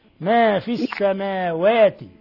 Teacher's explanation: بدي إياك لفظ السماوات الواو لا تفخميها